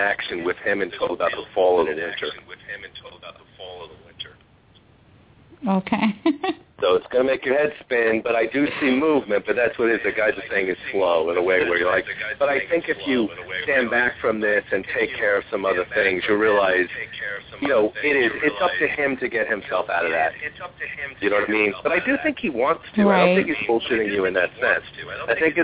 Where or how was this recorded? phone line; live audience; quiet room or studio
phone line